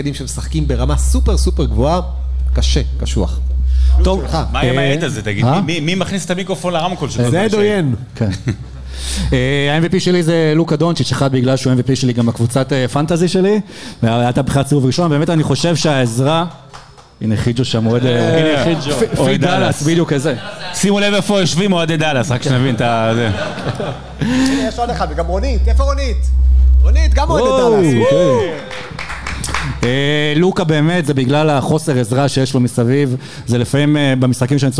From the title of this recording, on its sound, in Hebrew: הוקלט בלייב במפגש מאזינים בבר "הנסיך" בת"א!